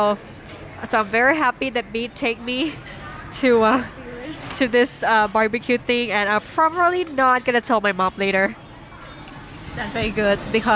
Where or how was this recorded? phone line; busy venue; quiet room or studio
busy venue